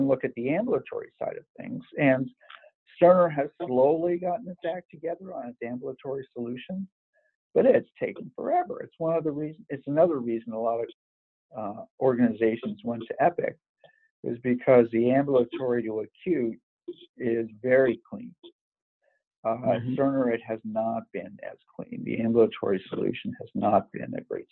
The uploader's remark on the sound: Conference Call.